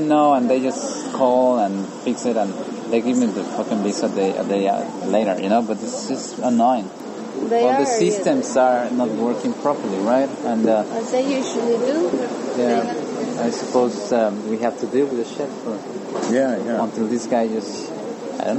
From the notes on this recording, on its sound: Captured the conversation as they shared food and wine overlooking Zihuatanejo Bay, after a day of recording.